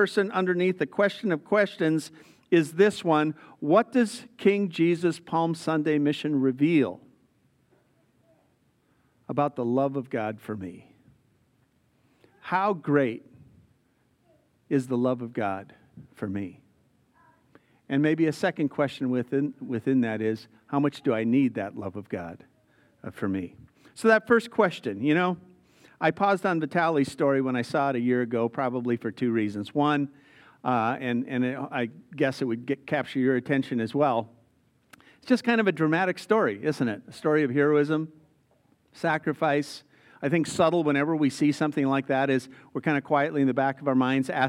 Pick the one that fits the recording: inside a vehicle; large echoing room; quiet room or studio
large echoing room